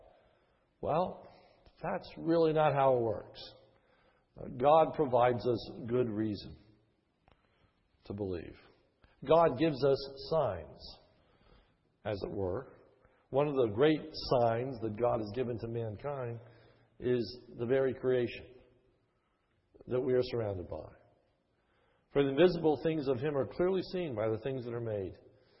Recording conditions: large echoing room